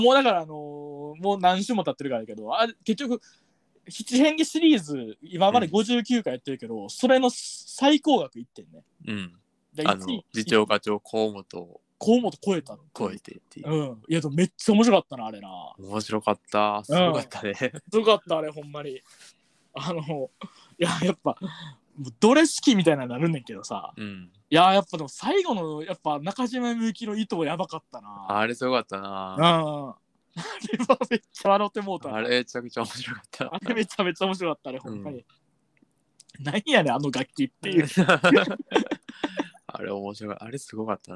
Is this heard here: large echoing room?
no